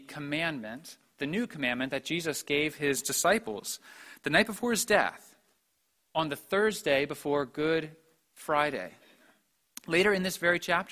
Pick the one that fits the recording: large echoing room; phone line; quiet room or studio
large echoing room